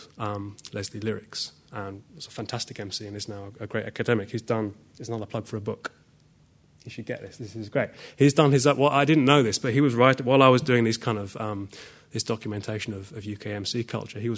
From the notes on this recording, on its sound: I did a talk at the Audio Poverty conference. It’s sans powerpoint.